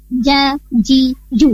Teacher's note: Sementara huruf jim itu letak keluarnya di tengah-tengah lidah, menempel ke langit-langit atas